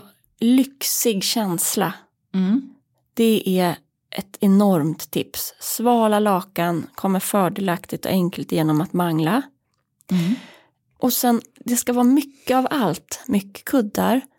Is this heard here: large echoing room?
no